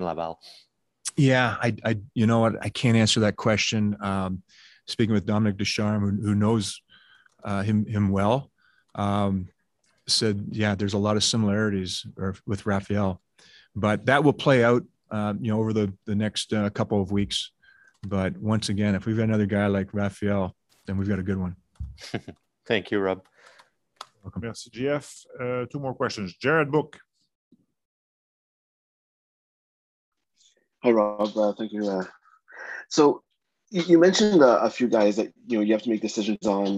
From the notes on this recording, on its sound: BROSSARD, QC — The AHL Report team from Rocket Sports Media was on the media’s Zoom call for the opening day of the Montreal Canadiens’ 2021 Rookie Camp, held at the Bell Sports.